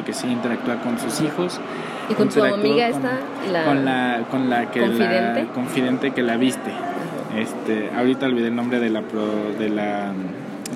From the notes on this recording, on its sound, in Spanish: grabado en un café